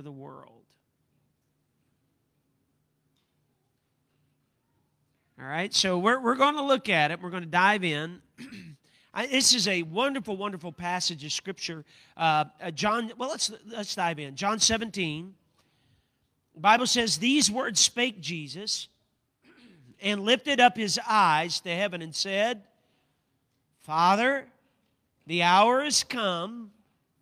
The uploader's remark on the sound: a service recording from Connect Point UPC